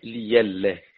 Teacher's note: في باب الهمز المفرد، وورش لئلا والنسيء بيائه، وورش لئلا، يعني يقرأ ورش ليلا، بإبدال الهمزة ياء. كلمة لئلا حيث وردت قرأ ورش بإبدال الهمزة ياء